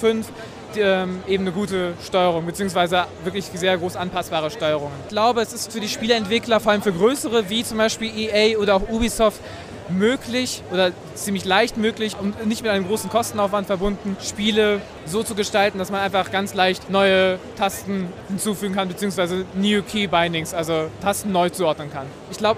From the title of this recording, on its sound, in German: Live von der Gamescom 2022